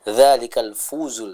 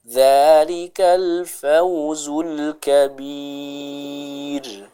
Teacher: Harus jelas fathahnya fa dan membaca waw sukun dengan lembut. · Shown in: second take